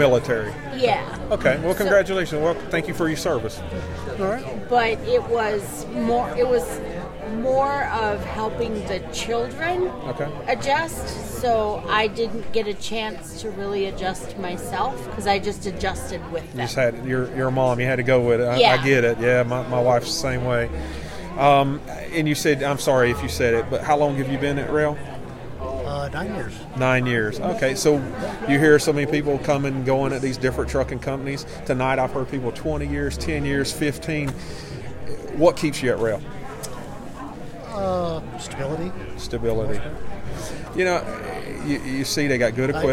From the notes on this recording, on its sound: A very special episode recorded live at our TeamRoehl Annual Awards Banquet! Talk to honorees, guests and volunteers at Roehl's signature event.